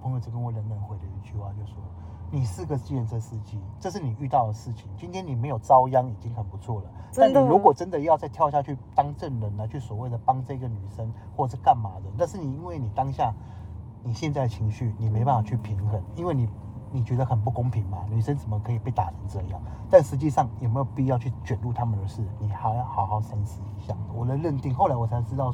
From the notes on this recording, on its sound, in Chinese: 某天搭UBER在回程路上聽大哥講故事用手機錄音 音質有點糟。